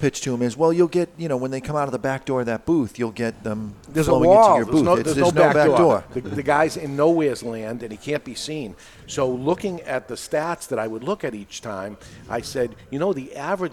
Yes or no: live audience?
yes